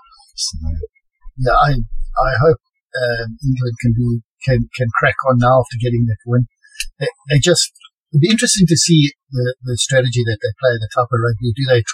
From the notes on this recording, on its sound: DISCLAIMER ALERT : POOR AUDIO QUALITY